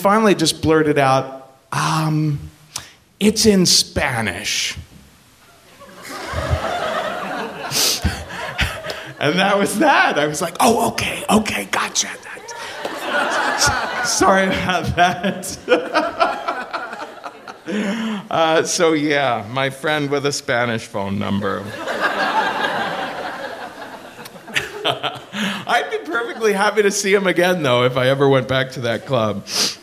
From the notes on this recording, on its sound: Live at the Bell House 2! Share true stories at the Bell House in Brooklyn.